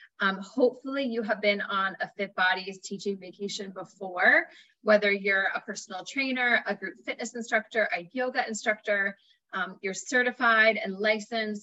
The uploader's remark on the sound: This week’s video is a recording of a webinar I did for FitBodies, Inc.